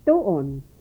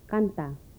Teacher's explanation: The voiceless dental stop